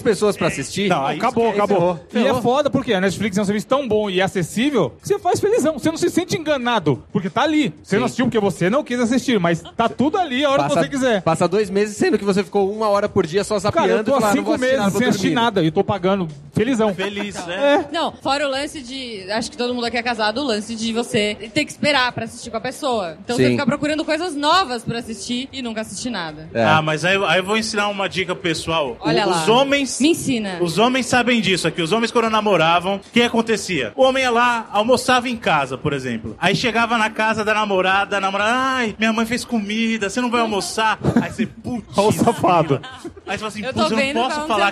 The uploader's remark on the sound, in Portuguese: Aproveitamos o Encontro Podcast para gravar um programa ao vivo, com platéia